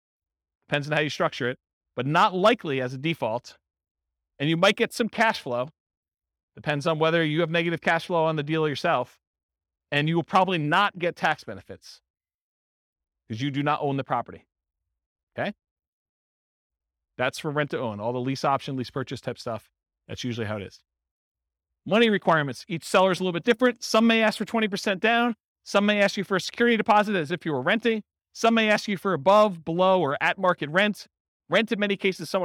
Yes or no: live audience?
yes